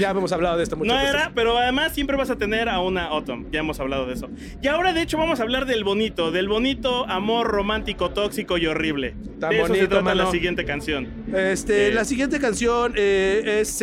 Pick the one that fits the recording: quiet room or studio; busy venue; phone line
busy venue